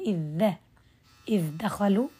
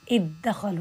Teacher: يدخل على الدال مباشرة · Shown in: second take